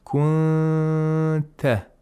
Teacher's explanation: the nun sakina is not pronounced from its place of articulation · Term: ikhfa of nun sakina